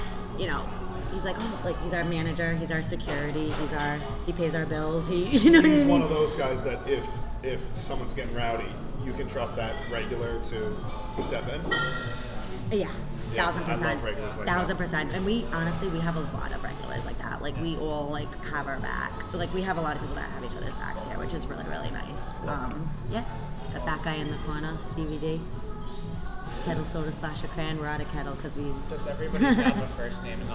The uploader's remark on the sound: at The Thirsty Beaver in Cranston, Rhode Island